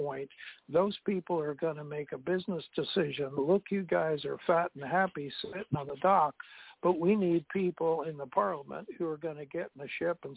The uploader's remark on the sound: TNTSuperfantastic Conference Call